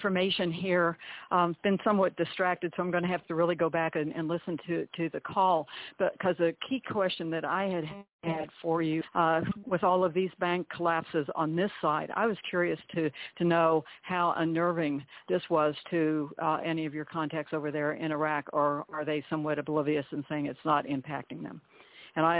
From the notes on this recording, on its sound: TNTSuperfantastic Conference Call